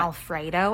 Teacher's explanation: she uses the word Alfredo, and that also ends in uptalk